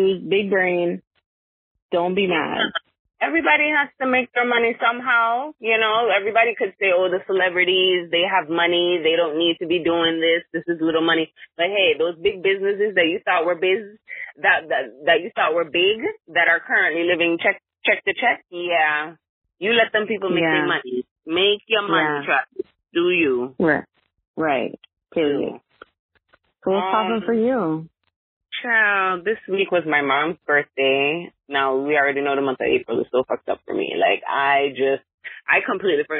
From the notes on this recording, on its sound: conducts a phone interview